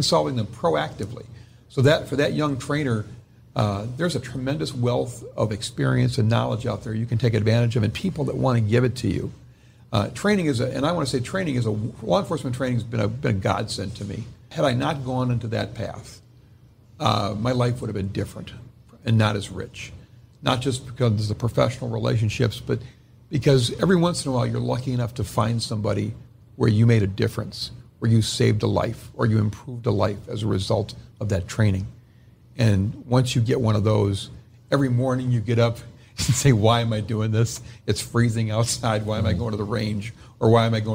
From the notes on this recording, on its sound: This was recorded live at the Ileta conference in St. Louis.